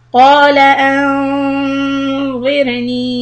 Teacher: Ra will be soft because it's a kasra before, and ni will stretch for harakat.